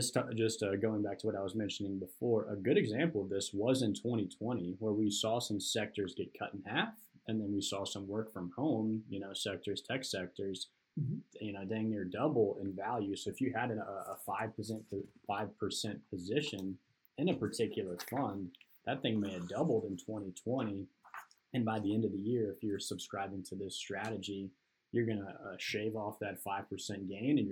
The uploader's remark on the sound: After battling through some technical difficulties in producing this podcast. Produced with some low quality audio.